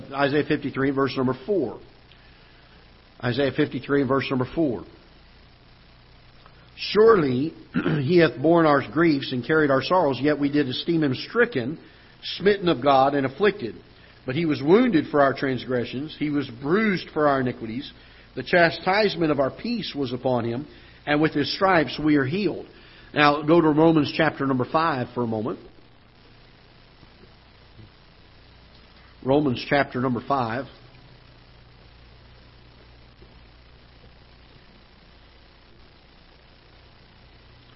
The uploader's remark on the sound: Ketha Heights Baptist Church ~ Live Broadcast